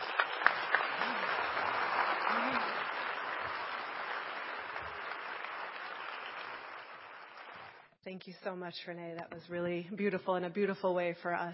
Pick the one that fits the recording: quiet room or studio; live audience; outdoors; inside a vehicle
live audience